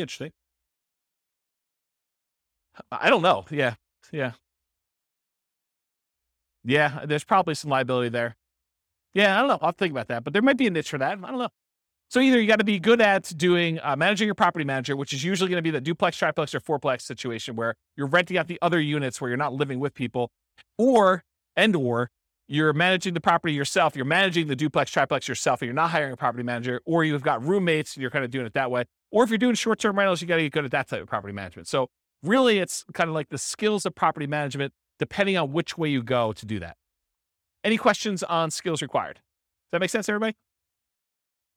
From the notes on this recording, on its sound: This was a live class recorded